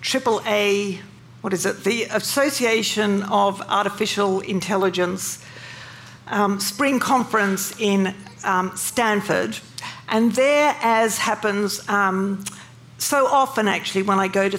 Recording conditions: busy venue